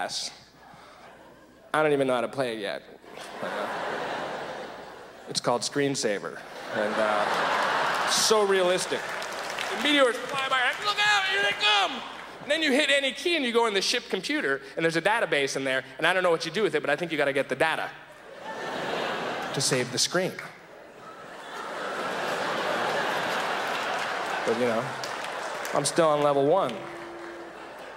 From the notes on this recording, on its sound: delivers a classically zany set at the 1999 Just for Laughs Festival in Montreal